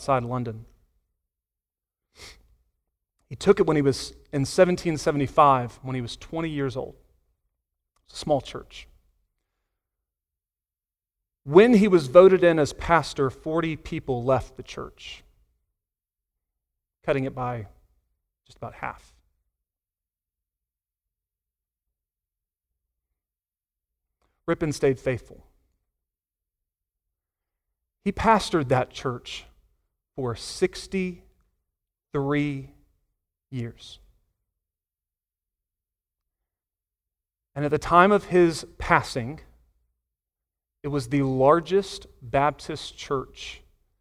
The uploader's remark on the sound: Sunday Morning Sermon Audio